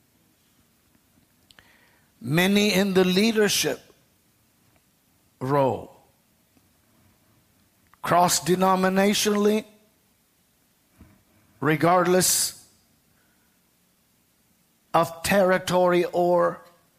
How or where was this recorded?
large echoing room